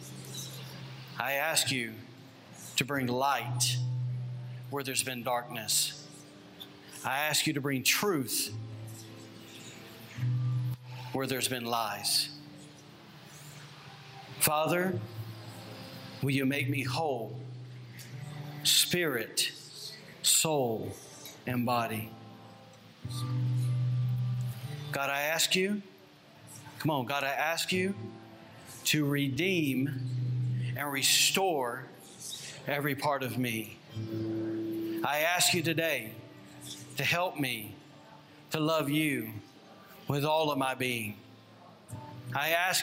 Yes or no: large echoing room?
yes